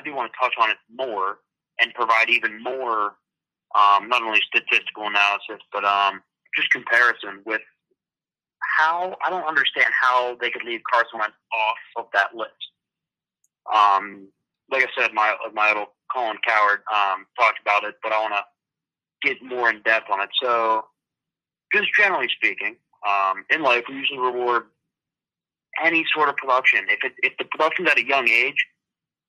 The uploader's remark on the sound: On the phone.